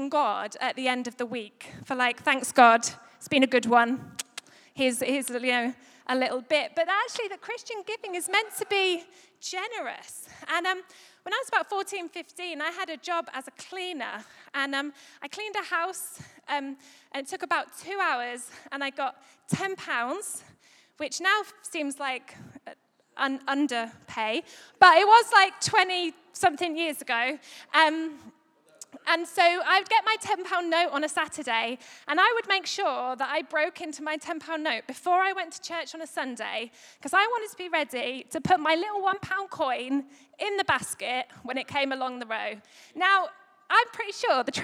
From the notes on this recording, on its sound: Recorded live at Life Church Lancashire Sunday 1st May 2022